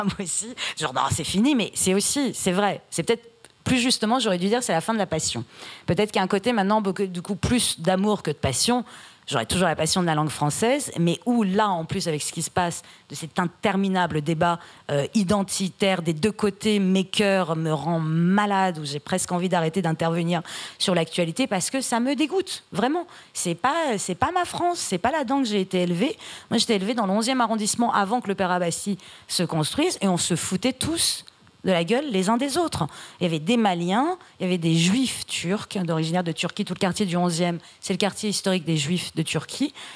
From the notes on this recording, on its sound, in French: Enregistré le 15 février 2020 dans le cadre de la 34ème Fête du Livre de Bron.